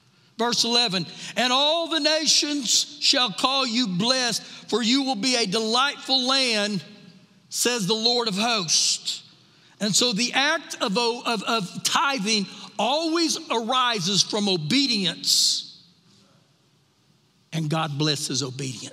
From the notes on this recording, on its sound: Recorded live during our Wednesday night service